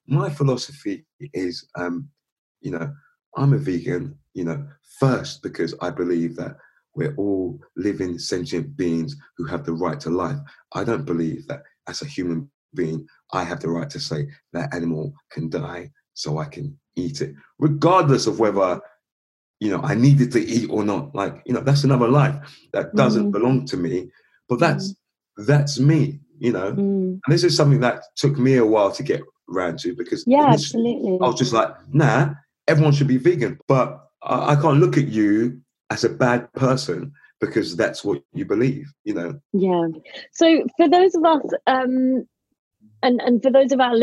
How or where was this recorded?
video call